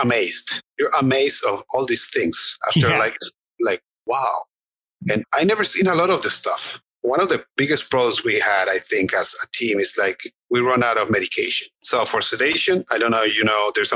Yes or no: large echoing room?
no